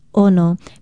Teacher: Ono is spelled Okina O-N-O and pronounced Ono. Be sure to start it with that glottal stop, because ono without the glottal stop is the popular and tasty fish known in English as the wahoo.